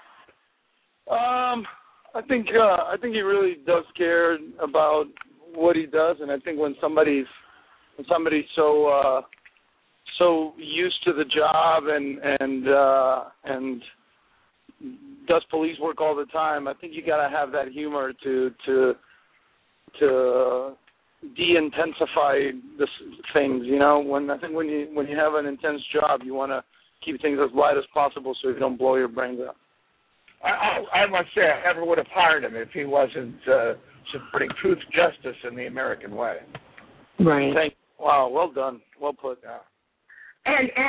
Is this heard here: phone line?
yes